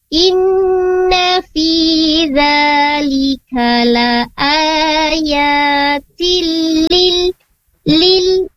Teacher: ada di lam, huruf lamnya ya, lamnya perlu ditipiskan lagi